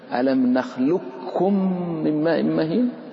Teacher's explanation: تعدم القاف نهائيا وتنطق بالكاف مشددا · Term: إدغام كامل